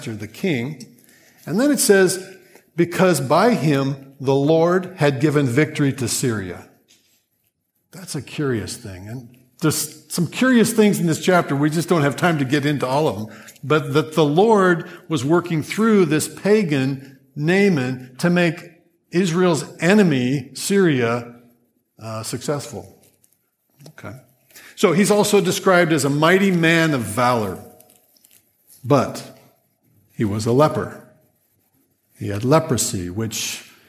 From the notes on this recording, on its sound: Grace Church Sermon Audio.